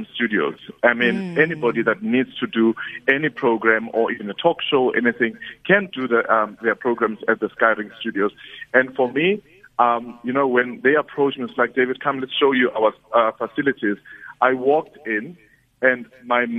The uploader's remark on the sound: GUEST (phone)